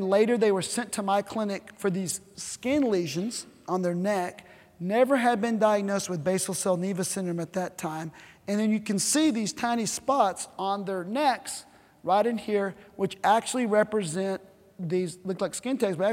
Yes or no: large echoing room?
yes